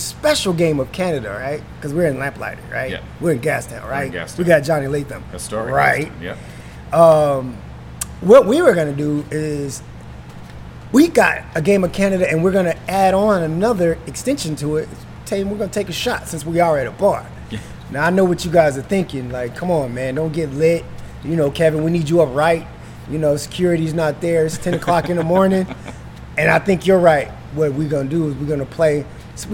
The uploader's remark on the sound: Is shot on location at Lamplighter Bar in Gastown, Downtown Vancouver.